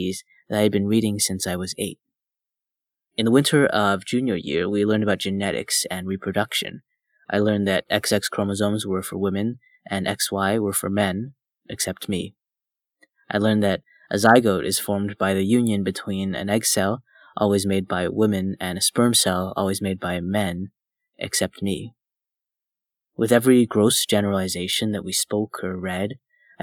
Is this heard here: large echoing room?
no